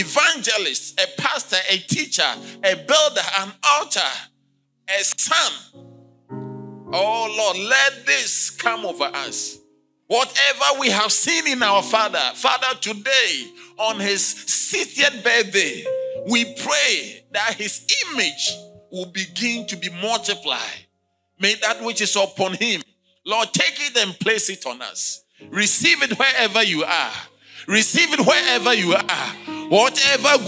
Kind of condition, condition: setting, large echoing room